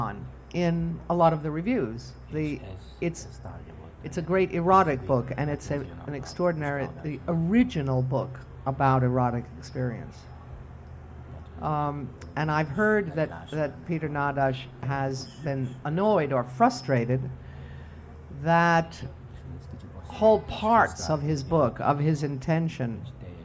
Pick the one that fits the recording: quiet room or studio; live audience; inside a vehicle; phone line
live audience